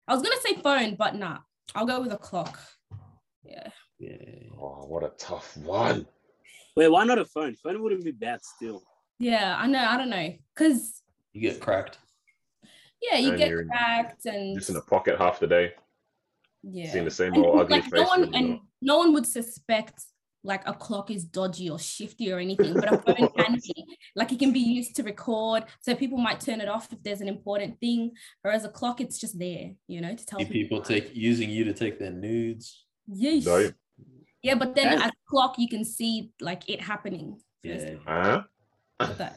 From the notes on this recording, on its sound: Hopefully closer to the last of the zoom episodes